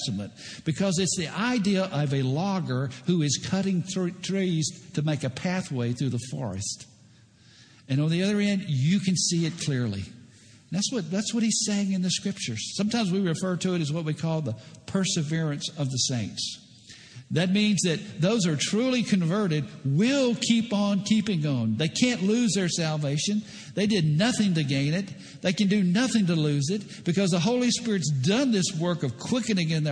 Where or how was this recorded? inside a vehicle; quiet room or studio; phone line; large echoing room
large echoing room